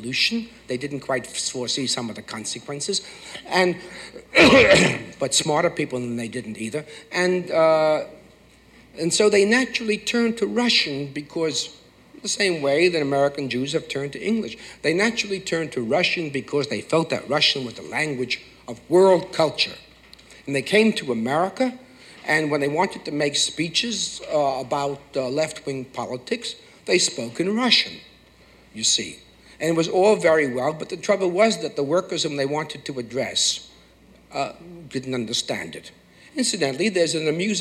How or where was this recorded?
large echoing room